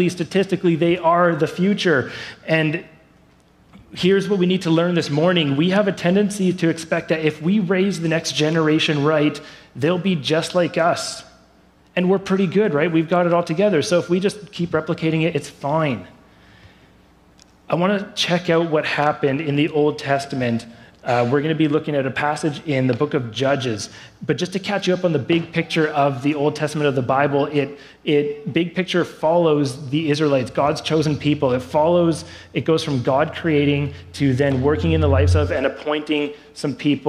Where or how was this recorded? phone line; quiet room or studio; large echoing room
large echoing room